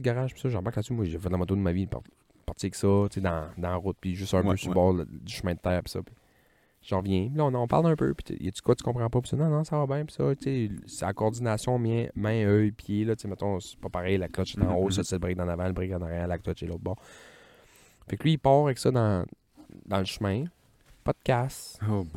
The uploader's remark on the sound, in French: il vente à tout défaire et on s'excuse pour la qualité du son